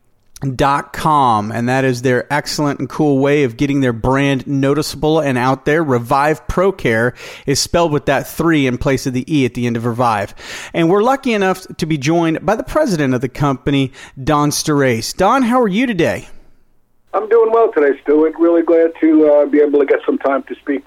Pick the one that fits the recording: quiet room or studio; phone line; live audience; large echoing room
phone line